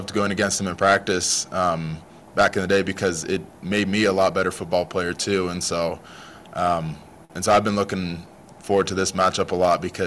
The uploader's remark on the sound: press conference